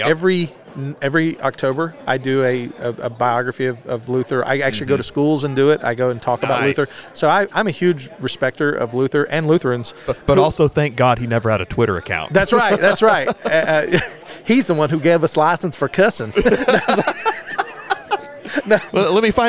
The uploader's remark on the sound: Joins us from the 2023 Fight Laugh Feast Conference.